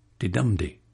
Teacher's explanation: And I must mention the strong attraction among African-Americans for the amphibrach, A-M-P-H-I-B-R-A-C-H, amphibrach. A three-syllable name with the middle syllable stressed.